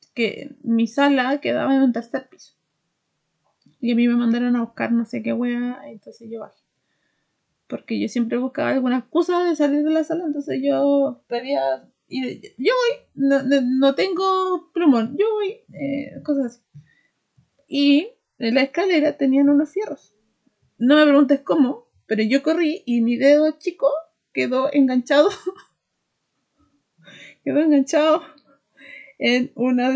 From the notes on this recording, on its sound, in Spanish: El sonido está como la corneta, fue culpa mía